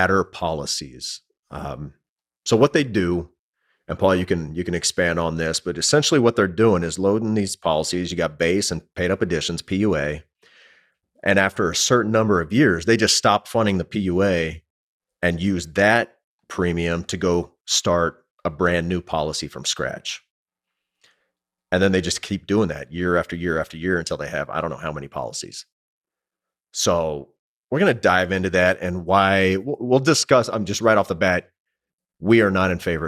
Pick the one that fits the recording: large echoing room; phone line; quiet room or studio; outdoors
quiet room or studio